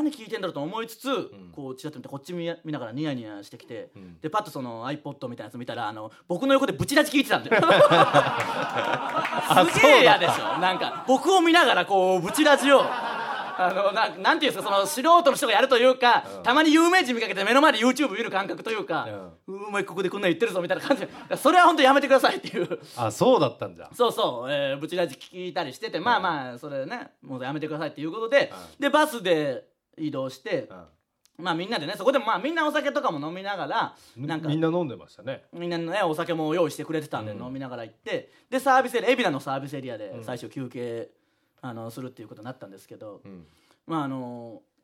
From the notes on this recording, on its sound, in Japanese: リスナーの前で、TBSラジオのスタジオ内にて公開収録